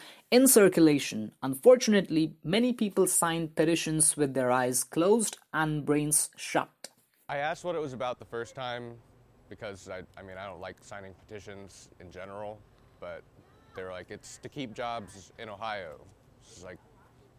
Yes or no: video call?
no